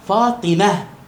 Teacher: فالتاء بالسكتة يعني بالوقوف عليها تصير هاء